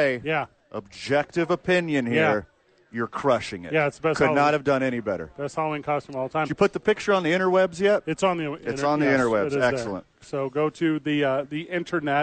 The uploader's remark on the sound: live from Howies Sports Page